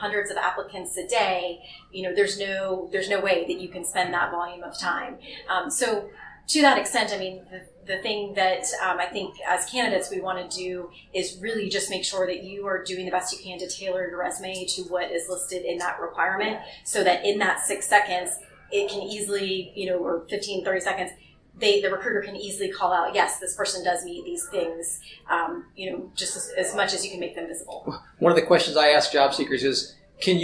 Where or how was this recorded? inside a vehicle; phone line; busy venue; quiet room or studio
busy venue